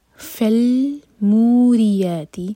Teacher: آئی number two, فالموریاتی، again لام ساکن پر جھٹکا نہ ہو. فالمو مد تبعی ہے تو حرکہ لمبا، را کے نیچے کسرہ تو را باریک